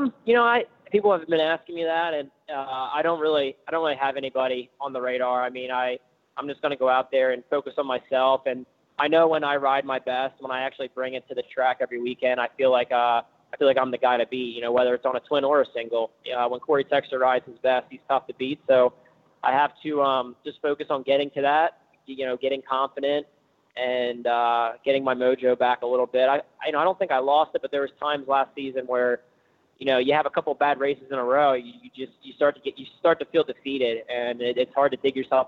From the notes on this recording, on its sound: On his way down to Florida, with wife and child loaded in the van